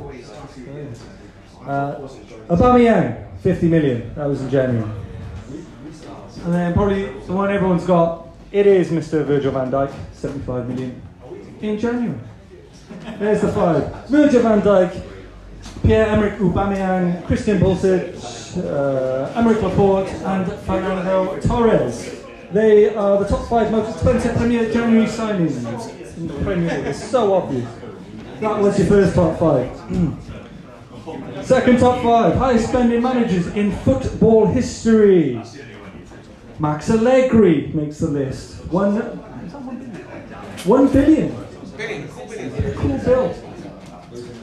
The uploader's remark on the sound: Live at Little Man Coffee. Our 4th live show of the year and our third football quiz in aid of The Wallich from Little Man Coffee in Cardiff.